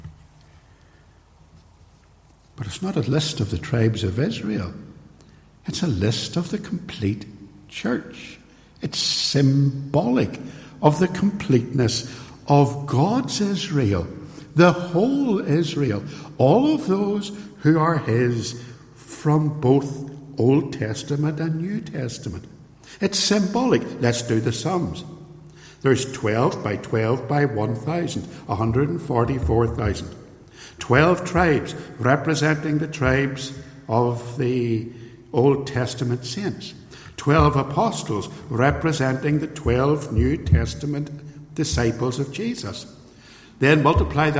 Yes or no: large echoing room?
yes